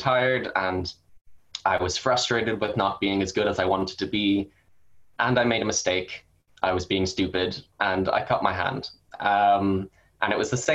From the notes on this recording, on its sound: these stories were originally told at an online Zoom event